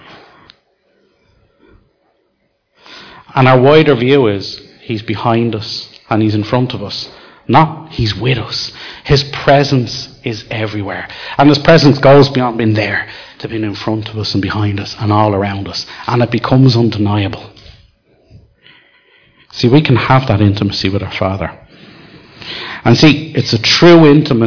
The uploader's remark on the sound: Recorded live in Liberty Church on 14th July 2019